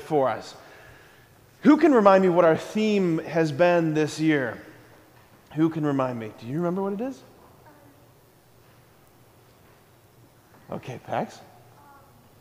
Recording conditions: large echoing room